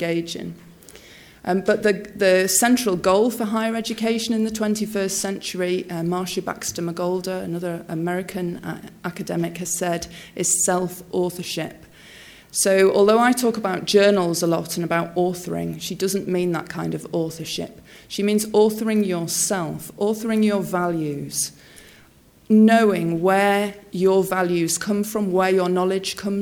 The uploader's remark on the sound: Speaks at SRHE Newer and Early Career Researchers Conference 2016.